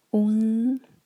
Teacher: الف ضمہ پر ہوٹ گول ہوں گے، لیکن جب ہم نون پر پہنچیں گے تو ہوٹ گول نہ رہیں. اُنزِ، دو سیکنڈس کا ٹائم اور پھر زا کا مخرج.